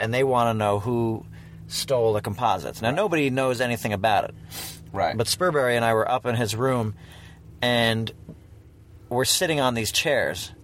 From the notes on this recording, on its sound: Another road trip, another chew session. In the car as they drive.